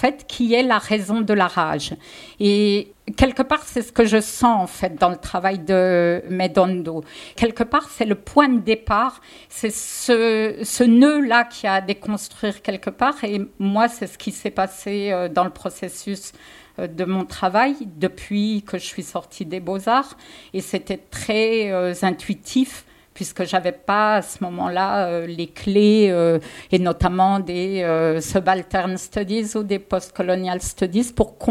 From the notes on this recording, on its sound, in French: Une table ronde enregistrée au Vidéodrome 2